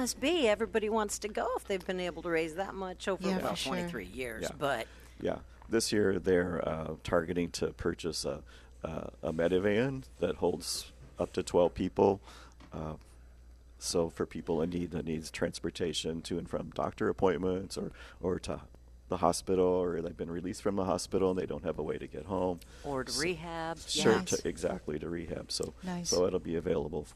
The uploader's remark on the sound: Live at Prairie Gardens